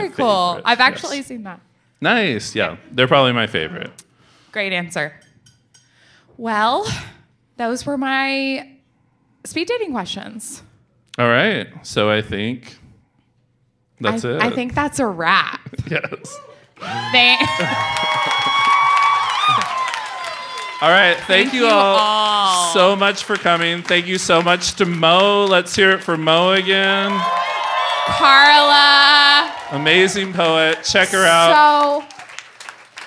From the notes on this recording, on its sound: On our season finale we record our episode in front of a live audience. It was an amazing night.